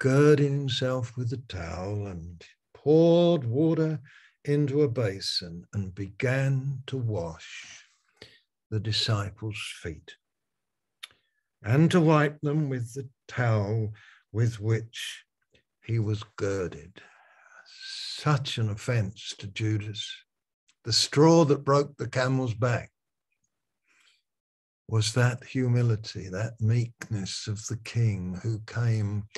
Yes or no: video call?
yes